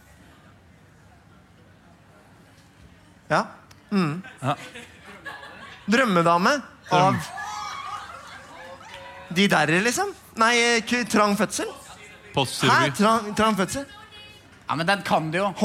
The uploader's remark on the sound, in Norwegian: Live fra Salt.